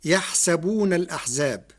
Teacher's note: قرأ ورش كلمة يحسبون بكسر السين فتصير يحسبون الأحزاب مع نقل حركة الهمز إلى الساكن قبلها مع الحذف، والفتح والكسر في السين لغة العرب.